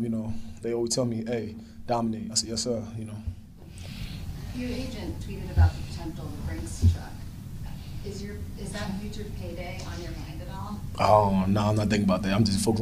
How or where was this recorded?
busy venue